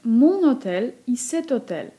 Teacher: Zrobimy więc liaison przy mon i przy cet